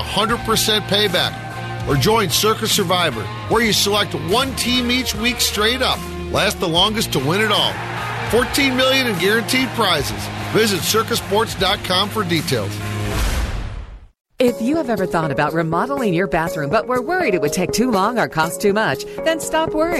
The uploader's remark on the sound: Live at Football Fest at Hard Rock Casino Northern Indiana.